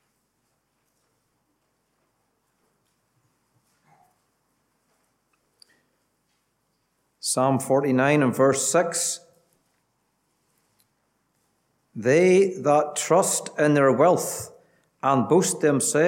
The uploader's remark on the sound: Gospel Audio from Ballyclare Gospel Hall.